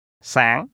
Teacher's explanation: The tone is high rising.